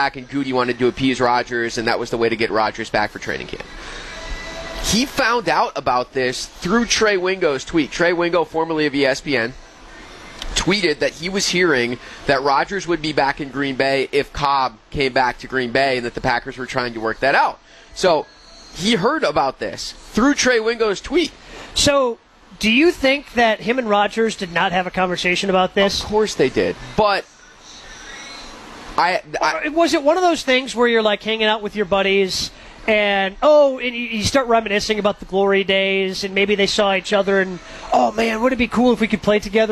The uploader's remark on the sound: Live From Summerfest.